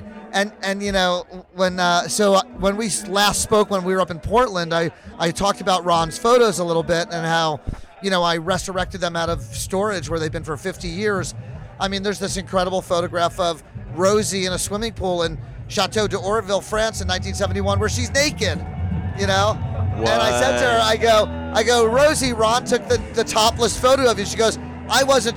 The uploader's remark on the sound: Recorded Live at Skull & Roses Festival 2023.